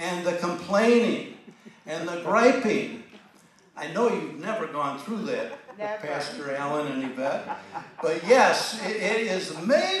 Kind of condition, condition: setting, live audience